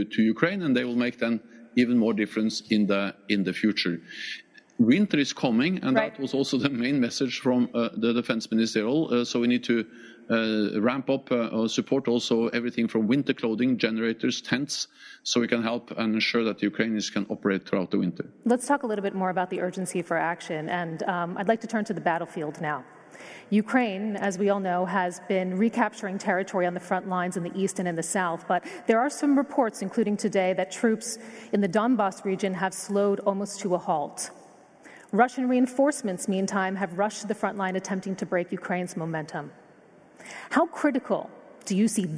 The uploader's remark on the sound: a special live interview from the Berlin Foreign Policy Forum